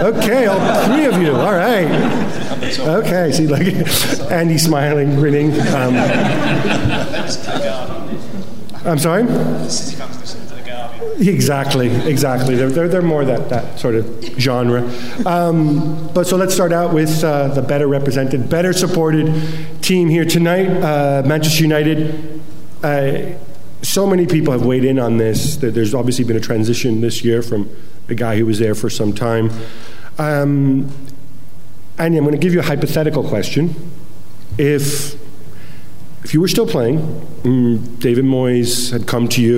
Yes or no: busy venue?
yes